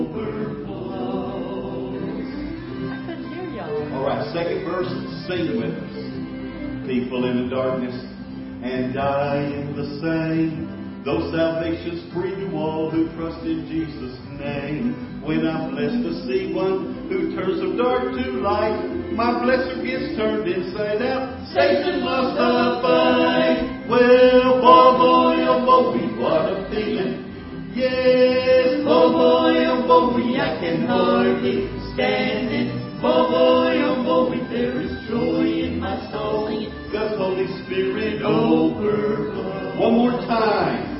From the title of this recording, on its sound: Ketha Heights Baptist Church ~ Live Broadcast